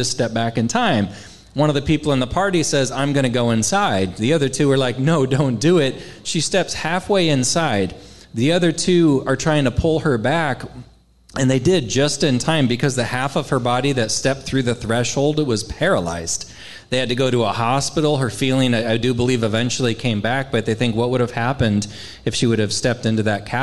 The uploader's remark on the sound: LIVE At Hail Varsity Club